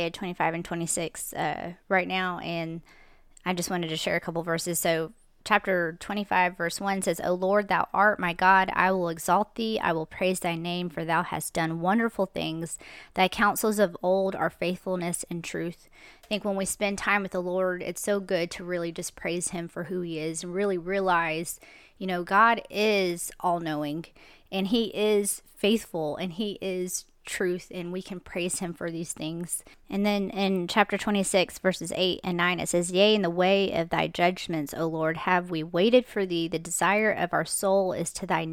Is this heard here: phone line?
no